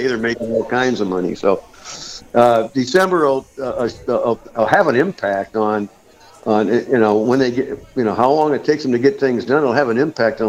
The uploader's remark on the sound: Live at 'Hope for Athens' at Swan Creek Park